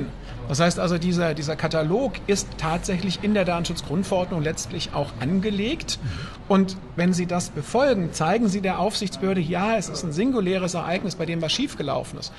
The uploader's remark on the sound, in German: Live von der IDACON 2023